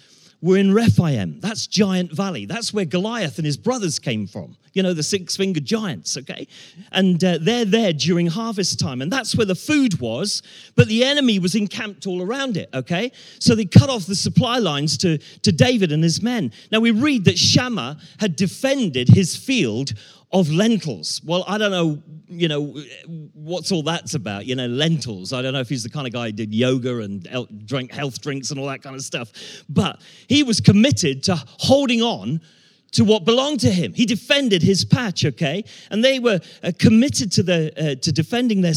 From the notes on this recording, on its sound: Talk that was delivered at Ascend Summit 23 in February. We can't recreate the warm atmosphere of 120 men after they've sung their hearts-out.